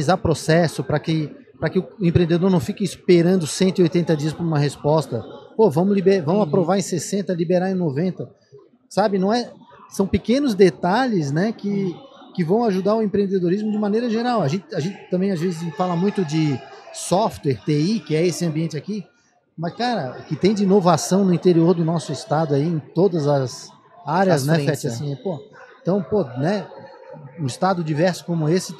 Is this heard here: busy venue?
yes